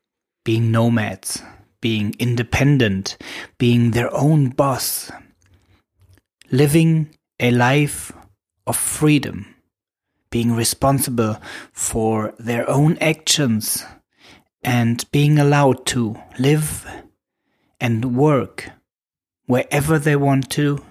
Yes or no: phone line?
no